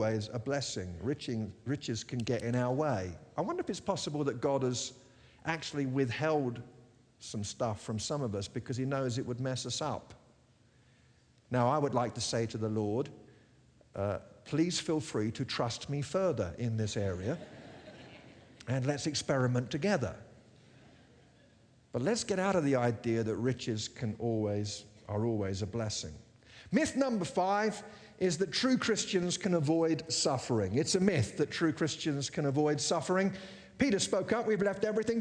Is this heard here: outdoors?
no